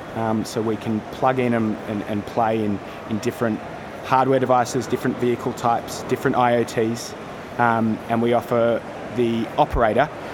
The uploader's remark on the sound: out and about, so please excuse the background noise